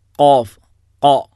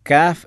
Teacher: ഖാ എന്ന് പറയുമ്പോൾ തന്നെ അത് നാവ് മുകളിലേക്ക് ഉയരുന്നുണ്ട് · Shown in: first take · Term: ഇസ്തിഇലാ